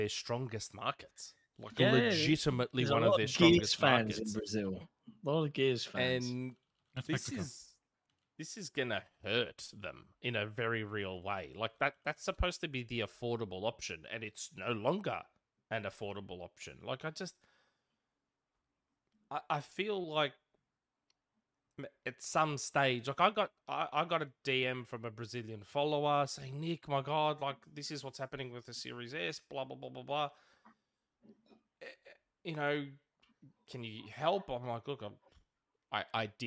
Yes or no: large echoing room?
no